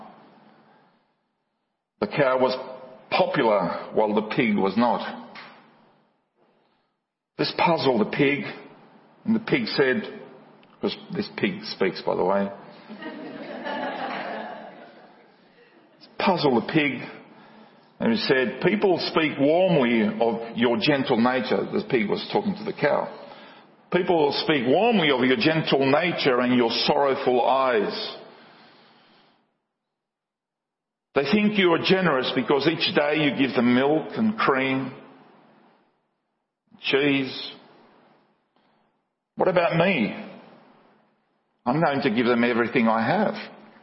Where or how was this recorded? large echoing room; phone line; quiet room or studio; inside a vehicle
large echoing room